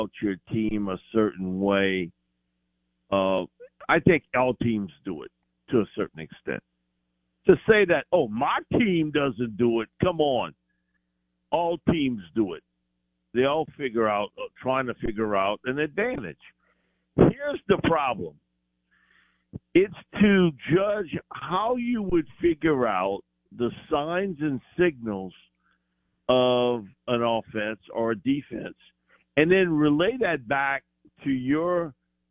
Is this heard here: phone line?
yes